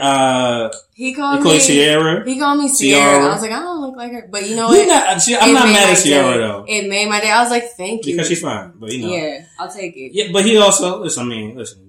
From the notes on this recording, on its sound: Pardon the audio. It was stripped from the video. Microphones weren't cooperating well in this new setting.